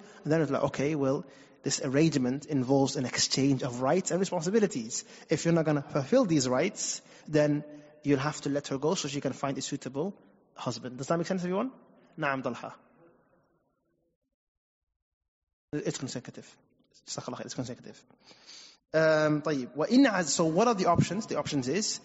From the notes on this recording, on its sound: Recorded at Green Lane Masjid & Community Centre